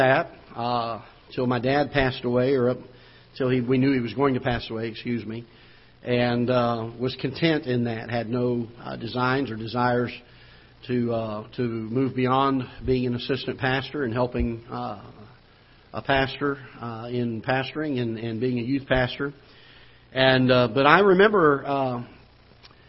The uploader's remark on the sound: Ketha Heights Baptist Church ~ Live Broadcast